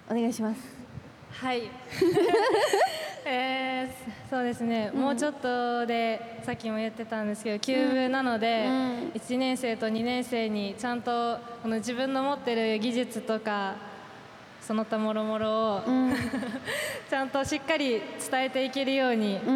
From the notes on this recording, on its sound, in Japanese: 梅田ゆかた祭り2023 で番組初の公開収録！！７月２２日土曜日に開催された「梅田ゆかた祭り２０２３」グランフロント大阪 うめきた広場での、番組初の公開収録の模様をオンエア！